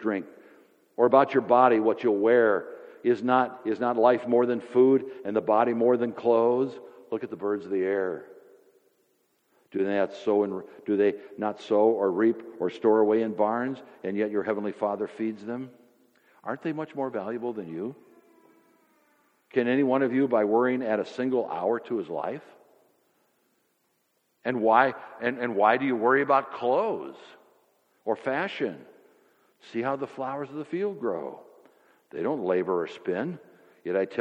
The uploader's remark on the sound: Sermon audio from FIBC Copenhagen, from Sunday, May 1, 2016.